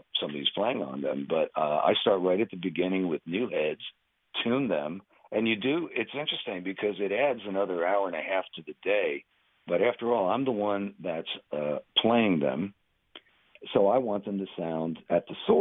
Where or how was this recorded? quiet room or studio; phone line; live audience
phone line